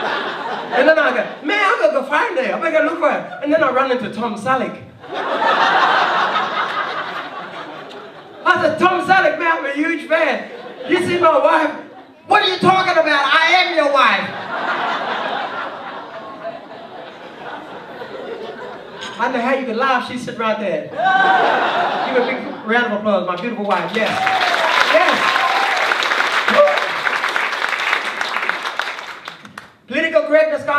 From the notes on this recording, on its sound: Deadly Funny Melbourne International Comedy Festival Melbourne Town Hall, 2014